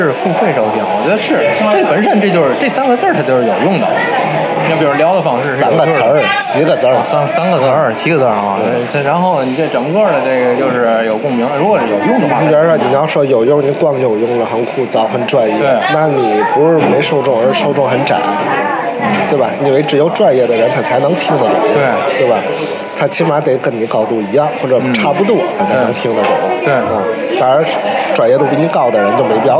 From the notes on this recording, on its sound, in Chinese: 所在地点：国内。本期和下集内容，都是在天津五大道的一家咖啡馆内开放性录制，用的就是天津话。